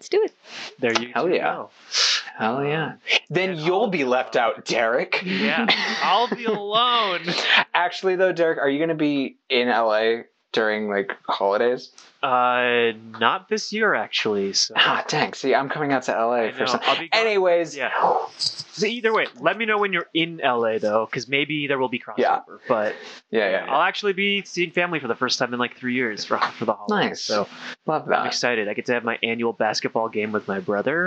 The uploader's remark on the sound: Apologies for the sound quality, we've had so many equipment issues this year.